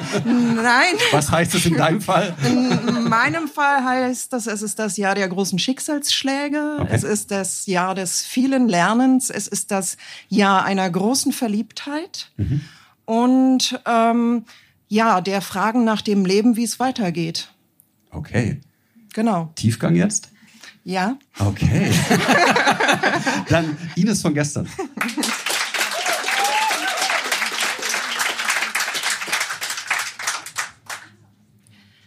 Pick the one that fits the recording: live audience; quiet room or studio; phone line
live audience